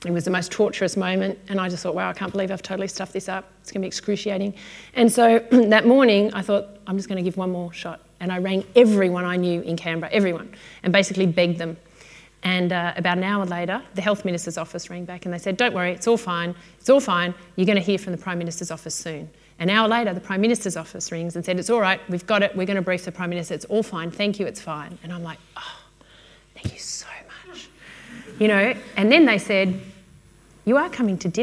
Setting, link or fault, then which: setting, busy venue